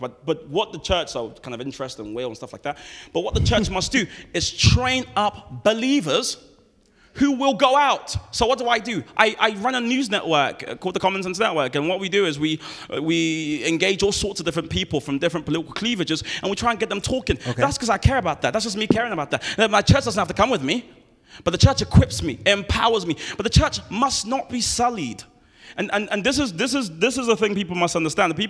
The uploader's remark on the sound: Audio from the Black Berea Live Event.